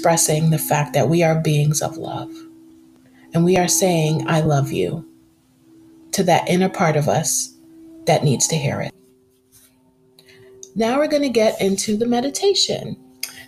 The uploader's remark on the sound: There is a heart chakra sound bowl track softly playing in the background.